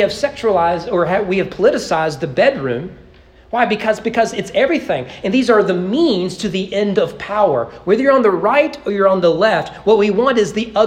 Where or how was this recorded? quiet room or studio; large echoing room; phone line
large echoing room